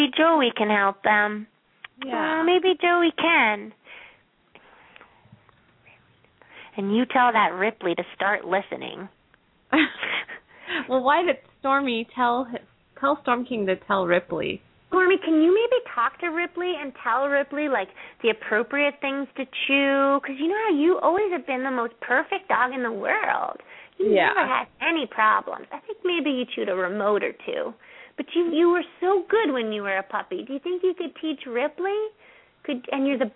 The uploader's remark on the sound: Open up the lines for listeners to call.